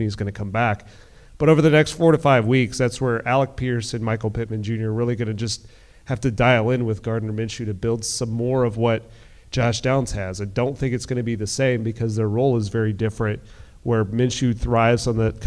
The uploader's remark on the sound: In front of a live audience during Inside IndyStar event.